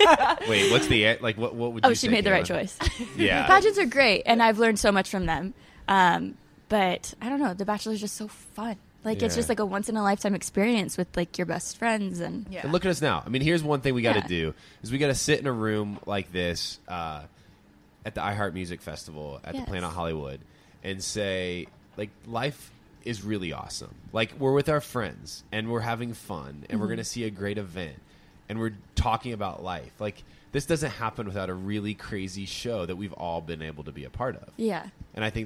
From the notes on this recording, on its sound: live from Planet Hollywood Resort and Casino in Las Vegas for the iHeartRadio Music Festival!